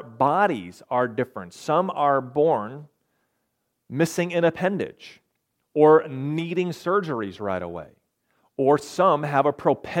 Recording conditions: large echoing room